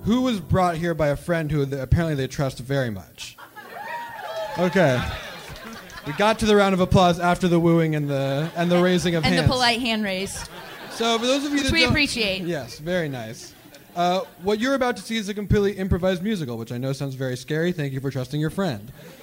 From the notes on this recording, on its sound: Live from Seattle